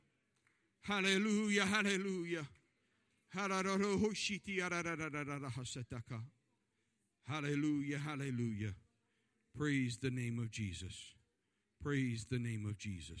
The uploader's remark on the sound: This service was recorded live on August 29th, 2021 at Newark UPC.